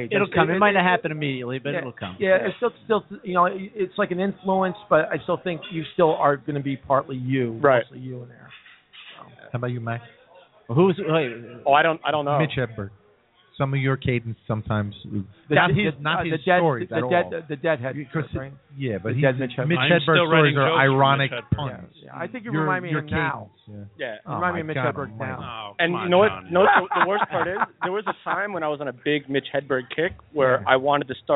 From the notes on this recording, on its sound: Tonight live from The Oak Barrel Pub in West Orange NJ.